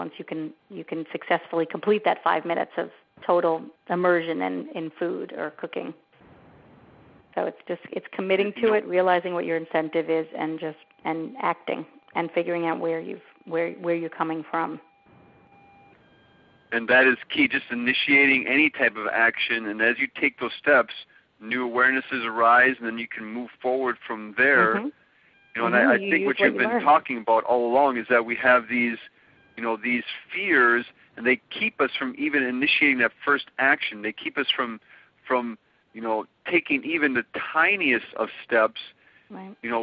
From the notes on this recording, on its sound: On this recording of our June 1, 2010, teleseminar